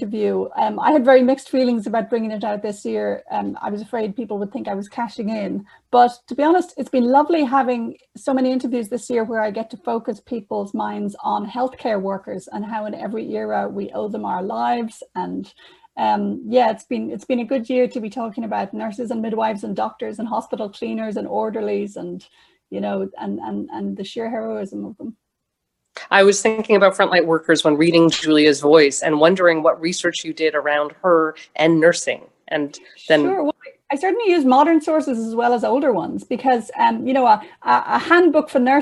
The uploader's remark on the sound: This episode is the audio version of a live online session at #JLFToronto2020.